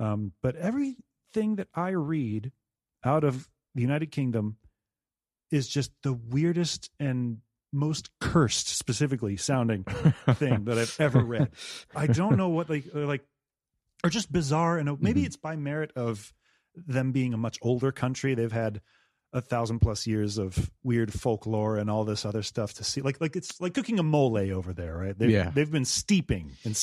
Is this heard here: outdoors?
no